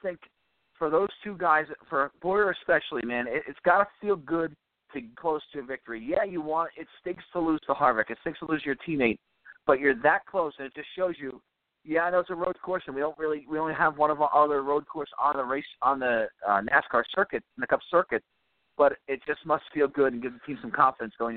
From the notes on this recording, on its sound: we'll take some phone calls!